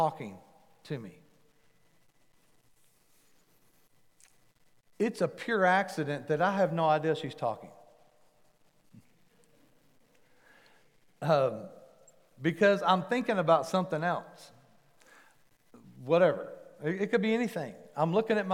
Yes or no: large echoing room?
yes